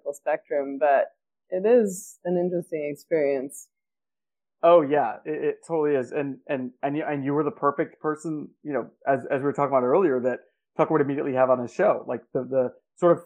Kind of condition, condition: fault, poor microphone